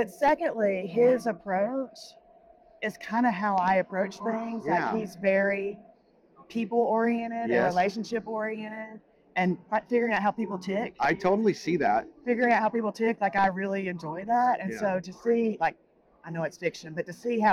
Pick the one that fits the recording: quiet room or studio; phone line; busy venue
busy venue